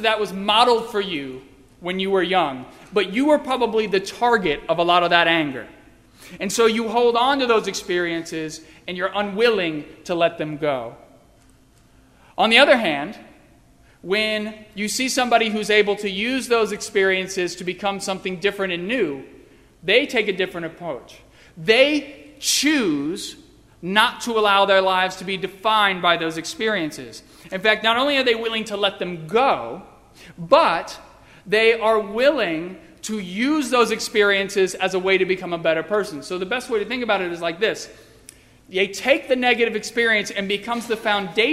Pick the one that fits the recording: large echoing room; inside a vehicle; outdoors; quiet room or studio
large echoing room